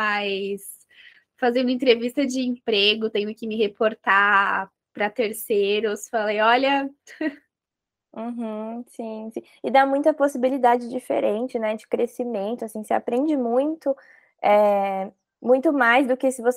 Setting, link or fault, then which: link, video call